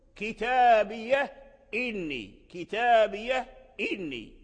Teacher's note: فالناظم رحمه الله ذكر لنا أن لورش في كتابية إني وجهان: النقل إسكان الهاء وقطع الهمزة، ثم الوجه الثاني كسر الهاء بحركة الهمزة وحذف الهمزة.